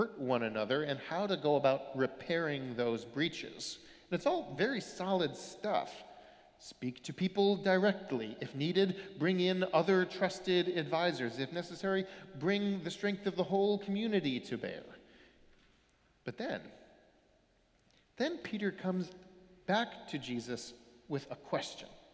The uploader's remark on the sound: Sermons from Old South Church in Boston